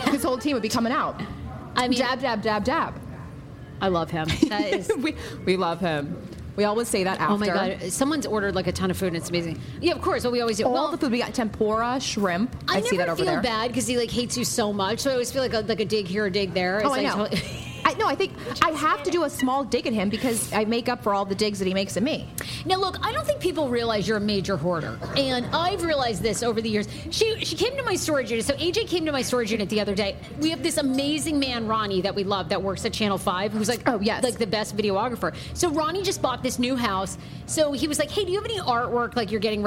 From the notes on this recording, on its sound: It’s our first pop-up podcast of 2019! Live at Umaya DC.